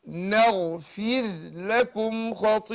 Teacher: هنا مفيش ادغام الراء في اللام، هنظهر الراء بس مرققه عشان ساكنة ما قبلها مكسور